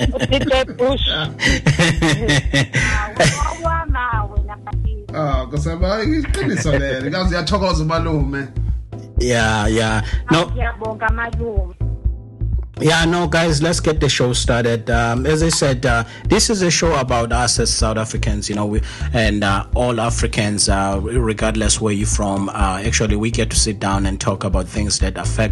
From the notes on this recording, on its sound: The very first Show the Crew did together via phone!